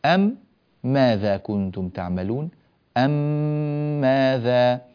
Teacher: فنأتي بميم طويلة الزمن وتدخل الميم الأولى في الميم الثانية ويصير النطق بميم واحدة مشددة. هكذا يكون نطق الميم إذا جاء بعدها ميم أخرى. · Term: إدغام المتماثلين الصغير